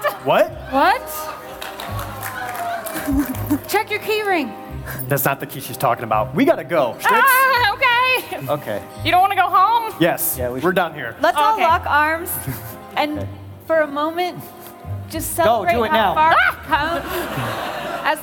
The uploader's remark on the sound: Live from the Glitch Stage at TwitchCon 2018